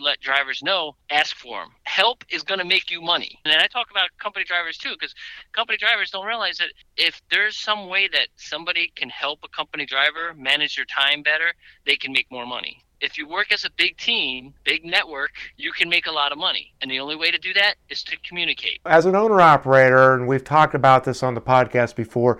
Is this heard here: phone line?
yes